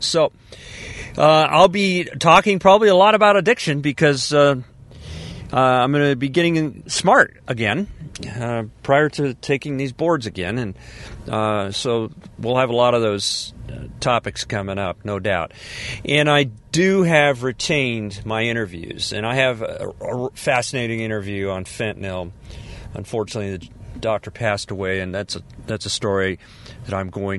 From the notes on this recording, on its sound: I"m Podcasting in my car, from the coast.